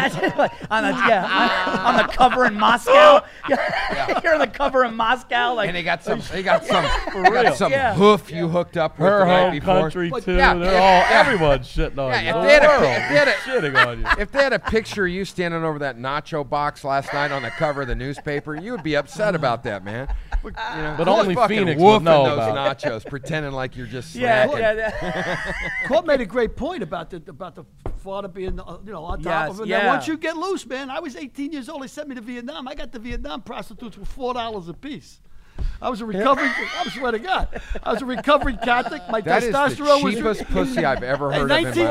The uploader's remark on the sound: FROM THE ALL THINGS COMEDY FESTIVAL IN PHOENIX.